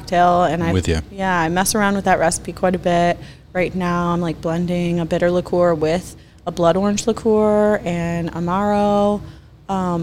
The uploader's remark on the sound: we're on location at Black Iron Bystro